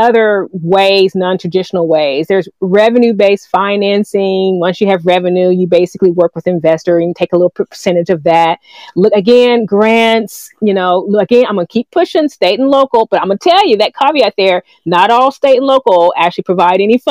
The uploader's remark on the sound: This audio is from a Live session on Fishbowl so pardon any audio issues.